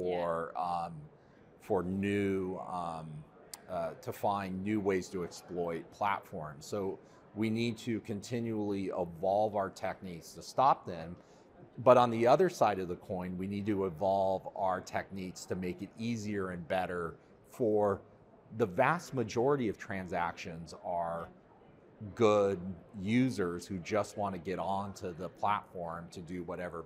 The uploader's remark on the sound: Finovate Europe. The first LIVE COVERED event of 2023 for Breaking Banks.